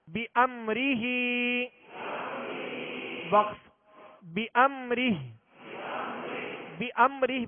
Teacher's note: اظہار شفوی، غنہ نہیں کریں گے، تو وصل کی صورت میں ہا کا کھڑا زیر پڑھیں گے.